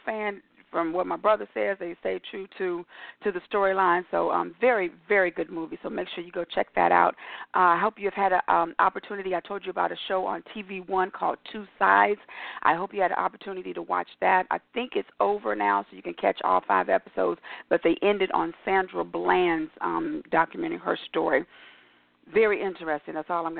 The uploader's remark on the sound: your phone calls